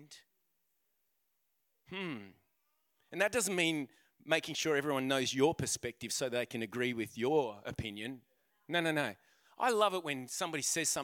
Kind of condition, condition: setting, live audience